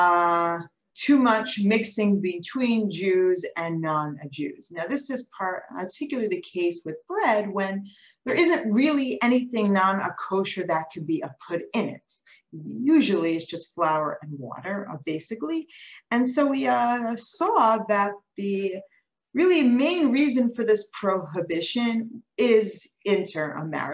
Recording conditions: video call